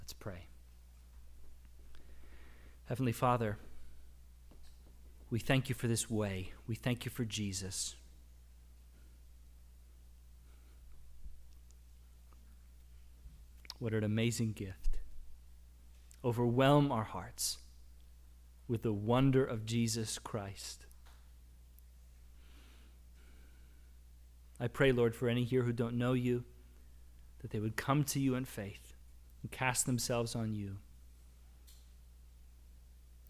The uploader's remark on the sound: Audio from our service on August 28, 2022